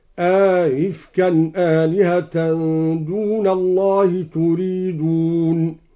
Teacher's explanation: قوله تعالى: أئفكا آلهة دون الله تريدون. قرأ الدوري بتسهيل الهمزة الثانية مع إدخال ألف بينها وبين الأولى